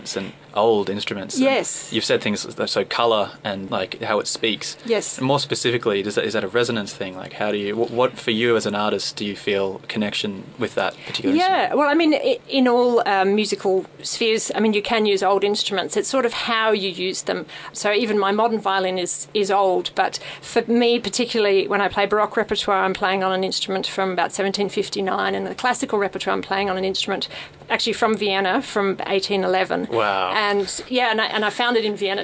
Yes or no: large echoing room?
no